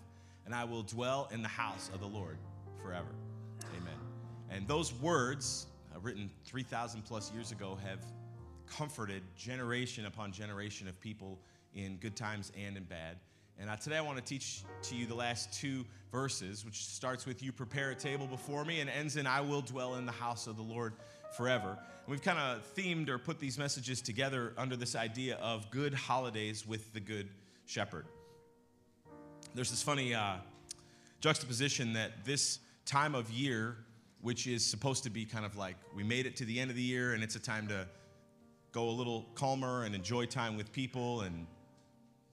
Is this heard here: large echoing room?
yes